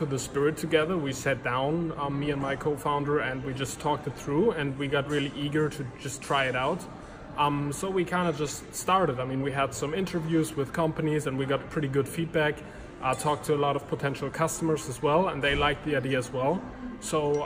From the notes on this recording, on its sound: recorded on Day 1 of #dmexco19 - at a hotel lobby in Cologne, Germany